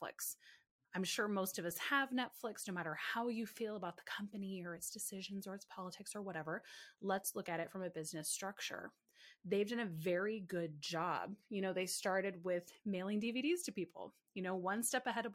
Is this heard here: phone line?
no